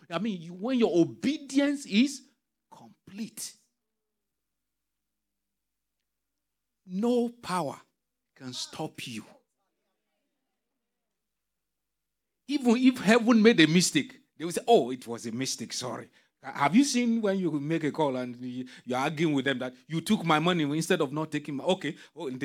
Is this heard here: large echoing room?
yes